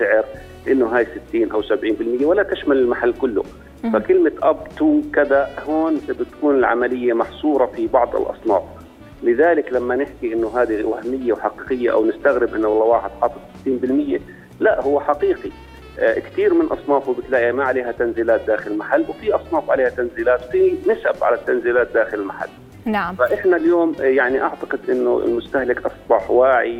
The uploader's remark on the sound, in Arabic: اتصال هاتفي